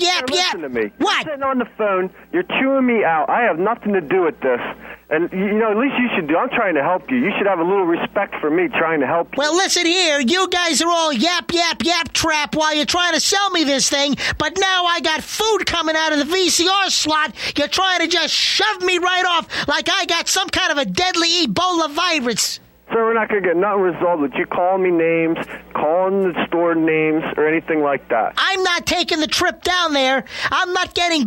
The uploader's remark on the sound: Prank Phone Calls Collection